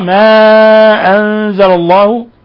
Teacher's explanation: الحكم التجويدي مد منفصل يمد من 4 إلى 5 حركات